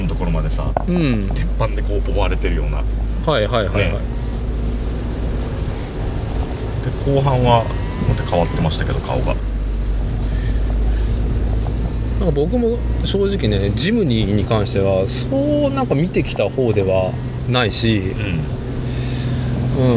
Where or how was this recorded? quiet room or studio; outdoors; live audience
outdoors